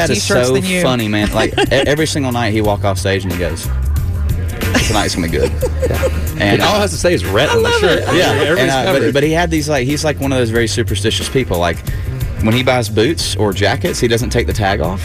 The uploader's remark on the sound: live from the CMA Awards in Nashville!